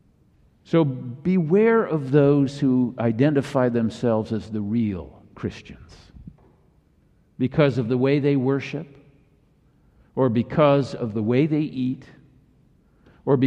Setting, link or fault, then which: setting, large echoing room